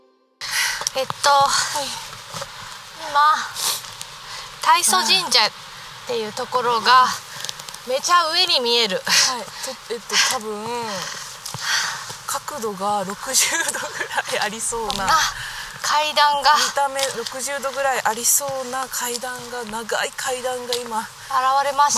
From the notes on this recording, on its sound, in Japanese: 若杉山。山での収録と下山後のアフタートークを合わせて作っています。